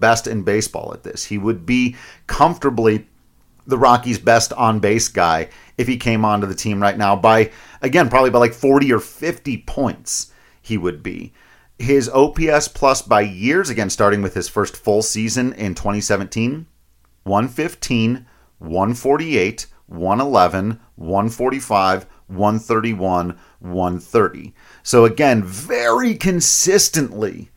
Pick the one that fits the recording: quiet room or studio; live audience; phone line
quiet room or studio